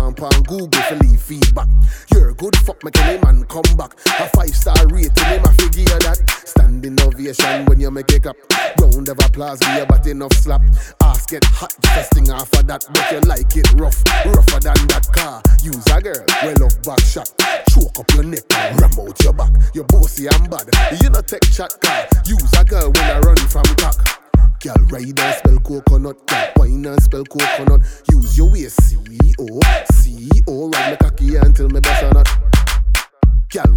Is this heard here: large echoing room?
no